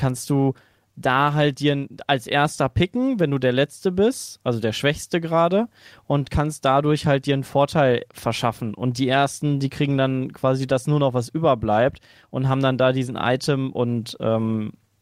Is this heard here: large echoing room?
no